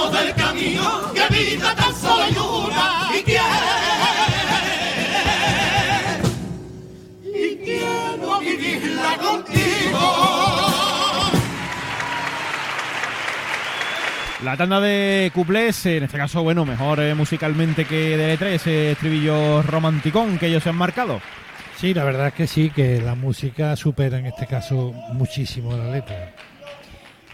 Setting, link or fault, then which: setting, live audience